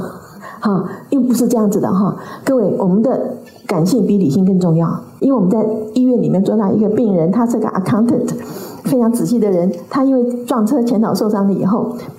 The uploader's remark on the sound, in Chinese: 本集內容取自天下文化主辦的《如何跟上變化多端的世界》新書分享會現場錄音。